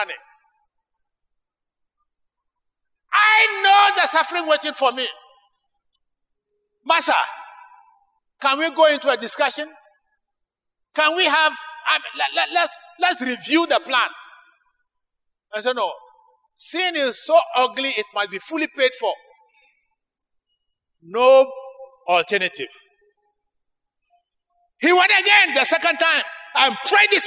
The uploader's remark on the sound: Sermon preached at CBC Shiashi Campus.